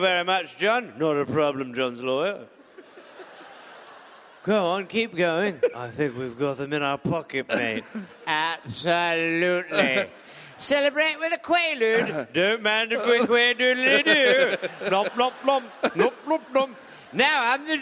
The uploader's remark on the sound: Recorded live at Hamer Hall in Melbourne.